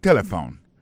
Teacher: On a remarqué que l'accent tonique l'a tombé sous premier syllabe là.